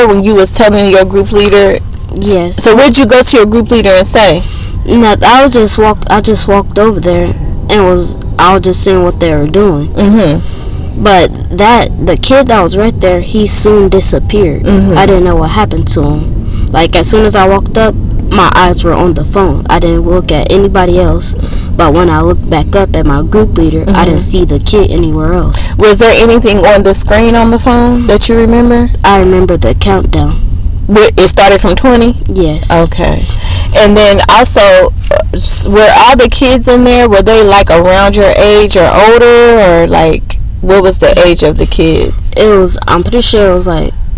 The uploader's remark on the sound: Please forgive the audio issues with this episode. Not sure what the issue is that occurs between recording and mixing.